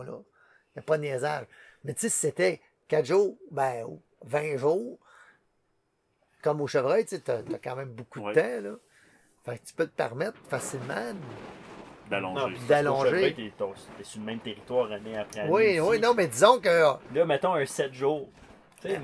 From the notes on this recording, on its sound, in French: Le soir d’une journée où ils ont abattu un orignal, en Gaspésie. Ça s’est produit une journée de forte tempête de pluie, en septembre 2020, et le bruit de fond que vous entendez à l’occasion est la pluie et le vent qui souffle sur la tente d’explorateur, dans laquelle ils ont séjourné, à la merci des éléments, au fond de la forêt québécoise.